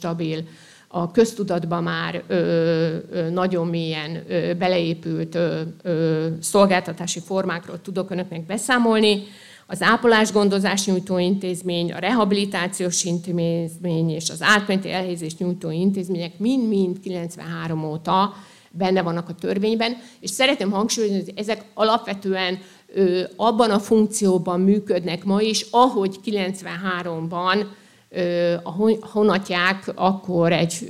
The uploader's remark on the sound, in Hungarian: Előadása a SZOSZAK konferencián. Országos Szociális Szakmai Konferencia” első napján hangzott el, Zalakaroson.